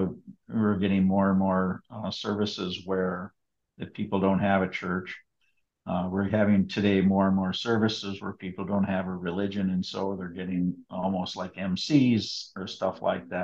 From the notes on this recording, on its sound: A Zoom sit-down conversation